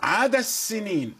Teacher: أدغمنا الدال في السين الثانية عدا دا دال المفتوحة أدغمناها في السين.